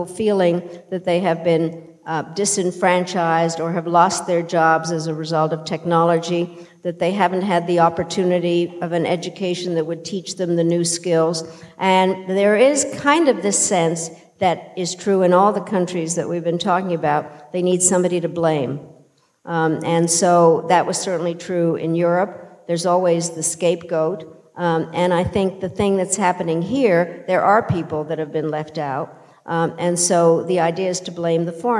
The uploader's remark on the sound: In a conversation on stage at Sixth & I